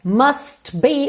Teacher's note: o T do must quase não aparece